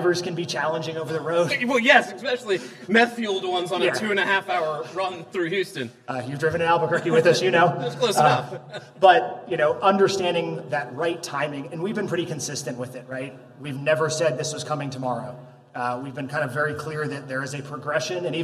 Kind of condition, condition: setting, busy venue